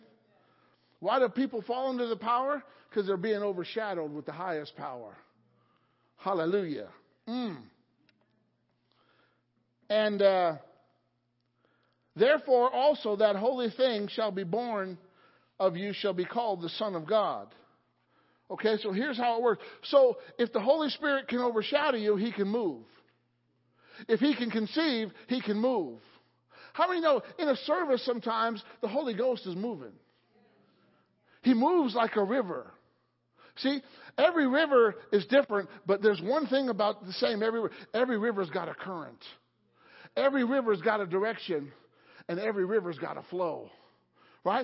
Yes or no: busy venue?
no